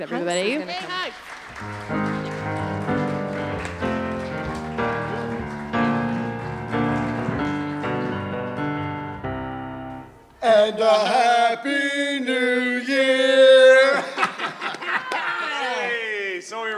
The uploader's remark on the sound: Recorded in front of a live audience at the West End Cultural Centre in Winnipeg.